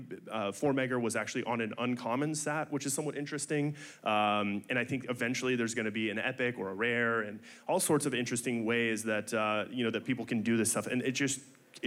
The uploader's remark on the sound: Mining Fireside Chat. Recorded Live in Miami Beach at the Ordinals 2023 Conference.